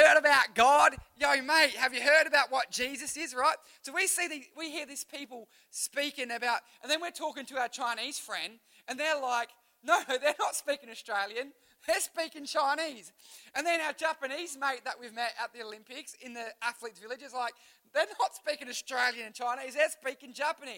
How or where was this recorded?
live audience